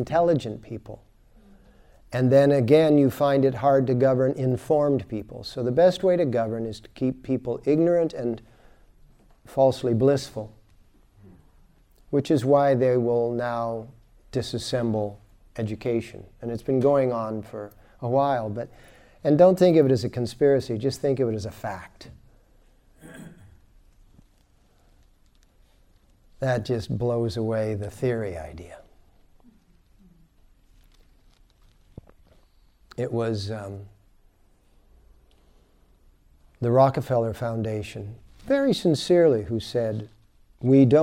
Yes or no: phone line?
no